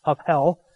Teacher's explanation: In fact, it is a very breathy word. When you say the word havel in Hebrew, you actually have to aspirate, breathe out two times in order to say the word.